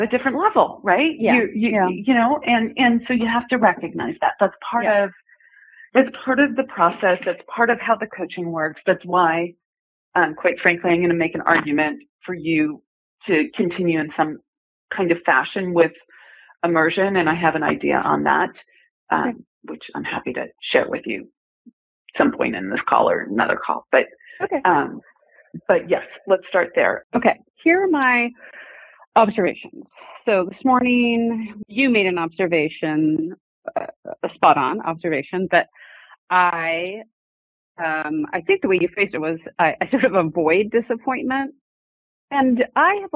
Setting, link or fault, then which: link, phone line